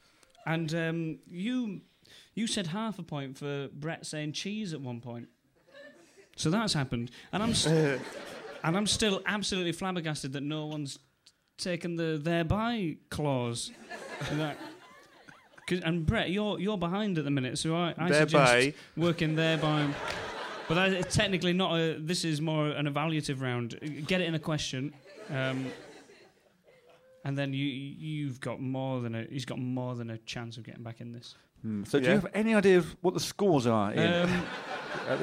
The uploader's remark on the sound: Live from the Soho Theatre. In front of a live audience.